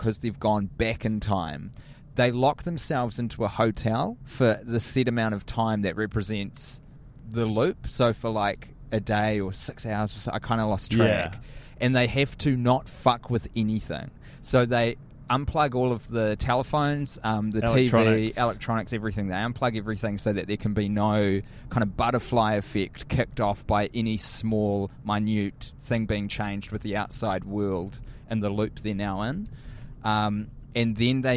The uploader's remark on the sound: Recording in a car on their way to LAX at the end of their USA tour.